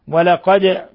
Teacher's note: ولقد تقلقل لأنها من حروف قطب جد